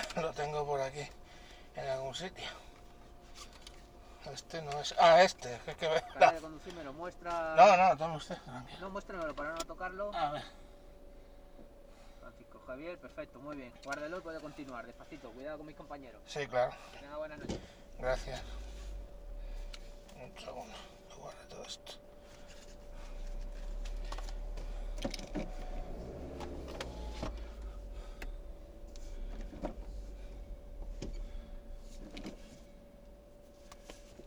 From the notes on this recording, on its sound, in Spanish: Iba conduciendo haciendo un programa sobre las mascarillas y me ha parado la guardia civil y ha quedado todo grabado. Solo se le oye al tipo.